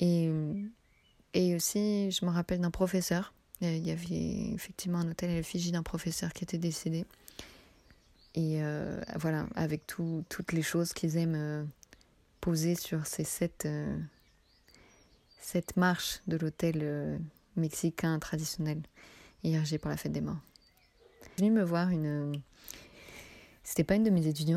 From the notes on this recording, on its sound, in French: Un podcast d’immersion sonore qui vous plongera dans l’ambiance délicieuse du Mexique. Vous laisser guider par les bruits de la rue.